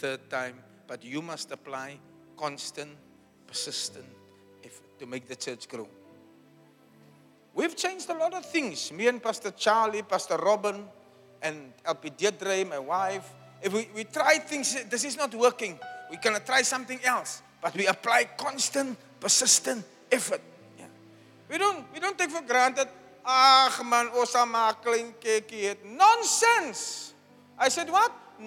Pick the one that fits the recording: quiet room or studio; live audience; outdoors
live audience